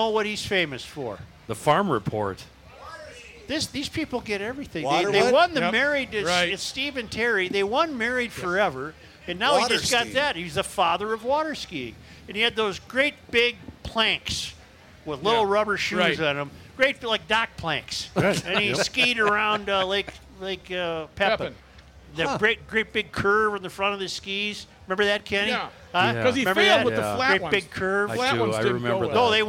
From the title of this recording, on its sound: Day 3 from the MN State Fair!!